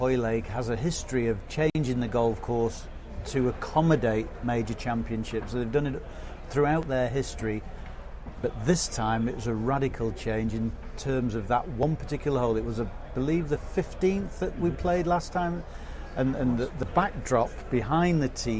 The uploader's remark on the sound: We broadcast live from Royal Liverpool